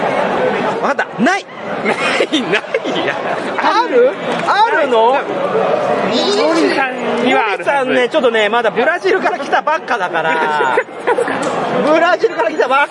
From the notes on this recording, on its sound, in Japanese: 会場インタビュー＆懇親会。会場収録のため、騒音雑音が激しく入っております。